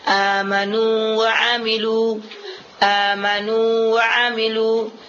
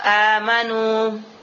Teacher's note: kalau kita berhenti dia tetap amanu, nu tetap dua harakat · Term: mad tabi'i kalimi